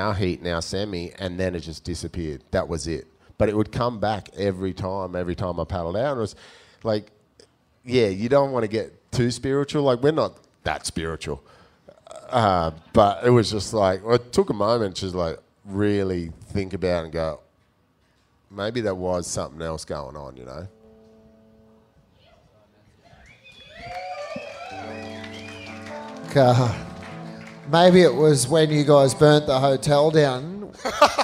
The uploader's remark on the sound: live at the Cooly Hotel!